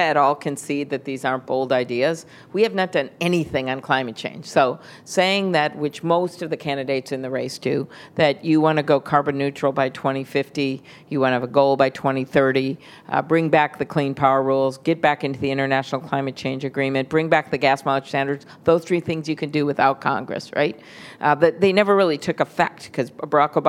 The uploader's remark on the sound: The Atlantic hosts its annual festival in our nation’s capital. On stage for a live taping of Radio Atlantic.